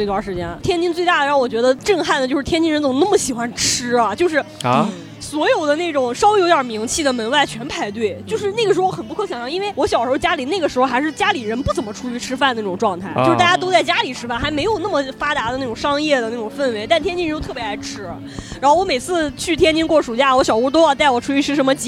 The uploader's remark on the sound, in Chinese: 今天的节目是在室外录制的，环境有一些吵，我们的音调都有一些高，请见谅。